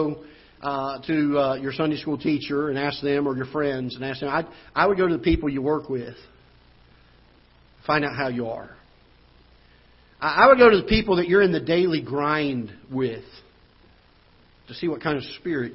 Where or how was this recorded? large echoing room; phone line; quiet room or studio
large echoing room